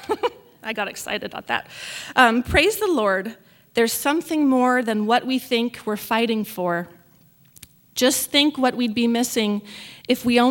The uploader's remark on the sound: This message was recorded in front of a live audience at the 2016 Birth Choice of Temecula Baby Shower event hosted by Rancho Community Church in Temecula, CA.